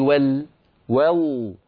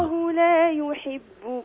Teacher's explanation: رقق الواو لكن على طول فخم اللام · Shown in: second take · والله لا يحب، لا تقولي ول ول على طول لام مفخمة.